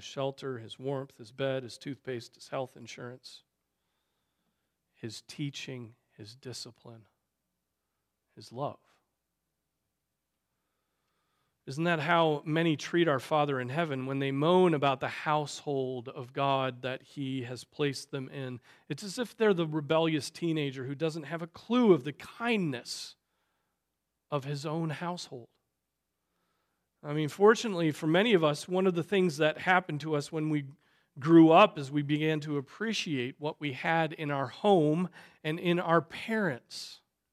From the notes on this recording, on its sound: Preached on December 10, 2023 at Trinity Presbyterian Church ( Evangel Presbytery ) in Spartanburg, SC.